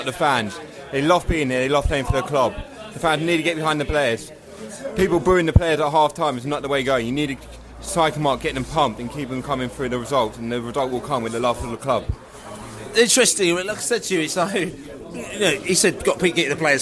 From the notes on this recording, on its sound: Post-match podcast from the pub.